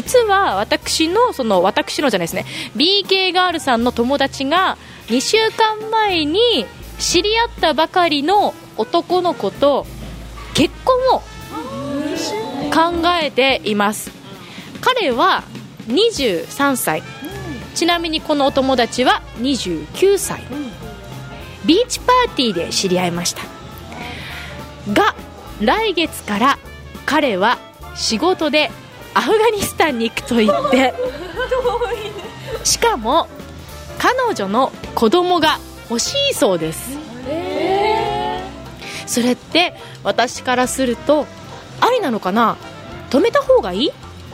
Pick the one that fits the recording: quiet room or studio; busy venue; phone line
busy venue